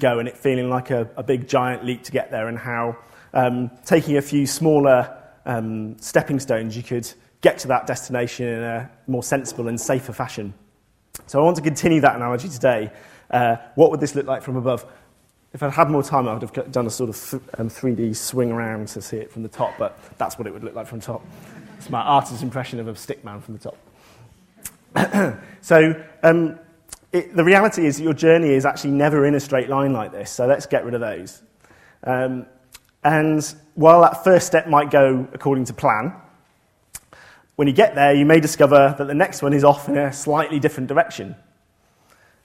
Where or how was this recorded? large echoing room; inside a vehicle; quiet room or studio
large echoing room